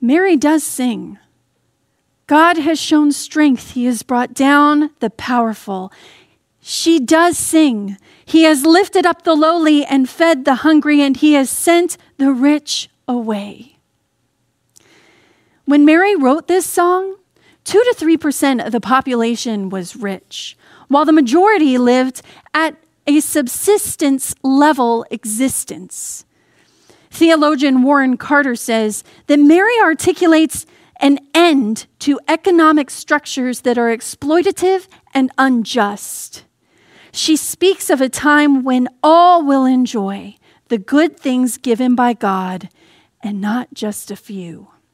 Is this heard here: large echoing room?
yes